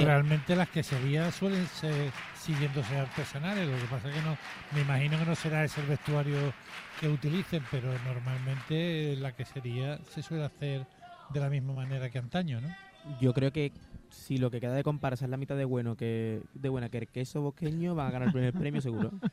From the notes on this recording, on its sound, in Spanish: En directo desde el Gran Teatro Falla de Cádiz. Escucha la retransmisión del Concurso Oficial de Agrupaciones Carnavalescas del Carnaval de Cádiz 2024 en Onda Cero Cádiz.